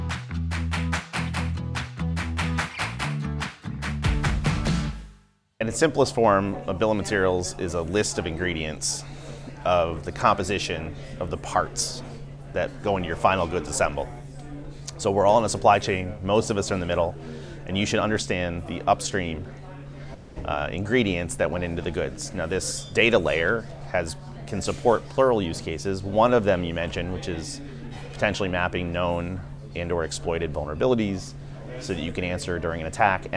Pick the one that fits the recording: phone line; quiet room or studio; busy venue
busy venue